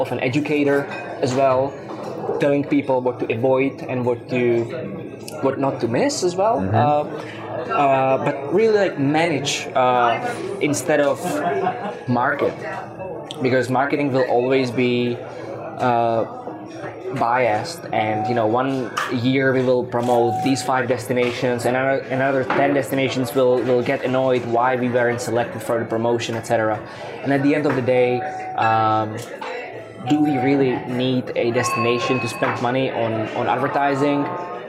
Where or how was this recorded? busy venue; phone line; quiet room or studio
busy venue